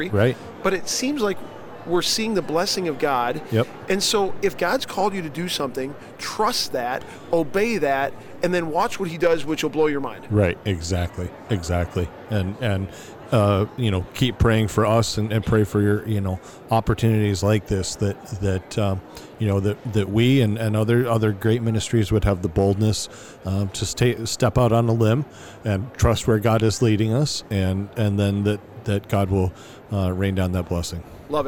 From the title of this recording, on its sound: LIVE From NRB